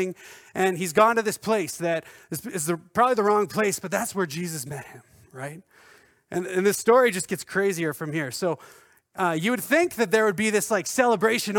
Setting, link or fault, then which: setting, large echoing room